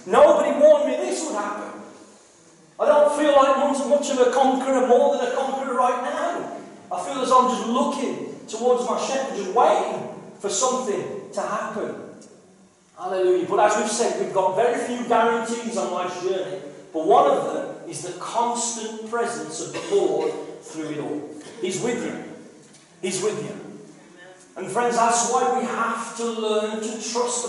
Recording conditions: poor sound quality